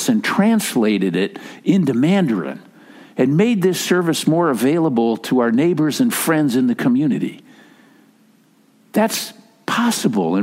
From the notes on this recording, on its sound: Message delivered during the Tradi Worship Service. San Marino Community Church.